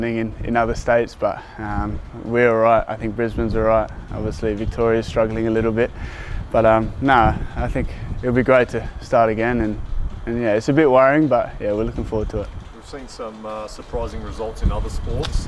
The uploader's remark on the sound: Press Conference